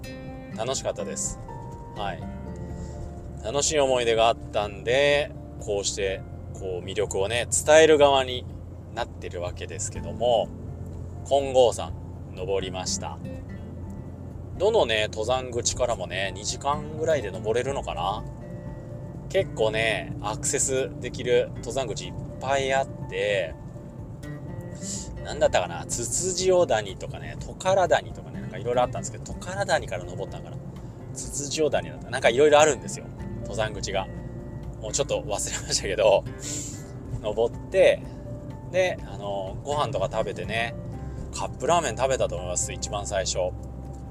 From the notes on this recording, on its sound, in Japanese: 初めてのドライブ収録